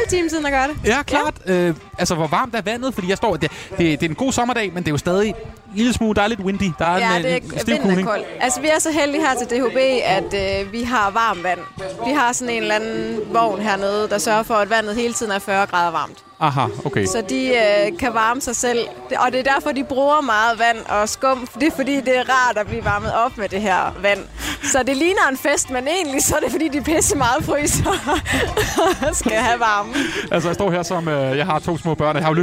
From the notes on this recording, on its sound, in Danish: I denne udgave er Fredagsmissionen er vi taget til bilfestival i Padborg, Danmarks Hurtigste Bil. Og snakker med de glæde og fulde festivalgæster.